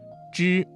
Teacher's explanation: 舌头翘起，舌尖抵住或靠近硬腭的后部，形成一个狭窄的通道，使气流通过时产生摩擦音。那要注意保持气流均匀通过，避免和滋的平舌音产生相近的发音。再来看吃，吃的发音位置是舌尖要抵住或者接近硬腭后部，要点要注意与之类似，但是在发声前呢，要先堵塞气流，然后突然放开，形成爆破声。要注意的是区分吃和呲的发音，前者是翘舌音，后者是平舌音，发音时要有明显的爆破感。再来